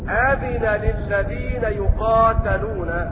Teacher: وقرأ ابن عامر: أذن للذين يقاتلون، فتح التاء هكذا